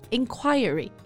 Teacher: I personally prefer inquiry, stressing the second syllable